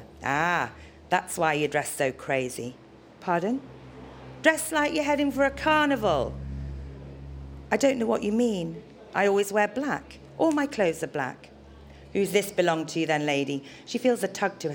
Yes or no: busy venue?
yes